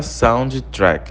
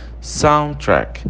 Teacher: Você repara que o D é mudo. · Shown in: second take · Você não fala soundtrack.